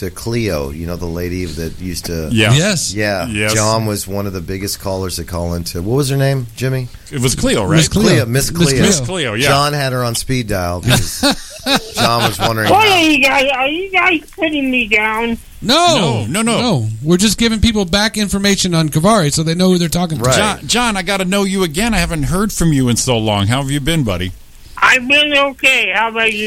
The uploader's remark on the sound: We are joined via phone